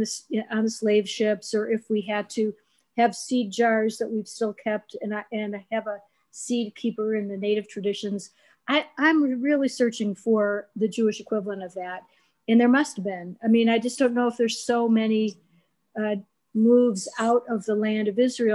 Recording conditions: video call